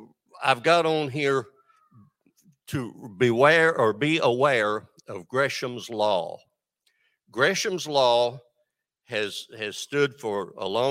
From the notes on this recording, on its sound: This sermon was recorded live on June 26th, 2022 at Newark United Pentecostal Church.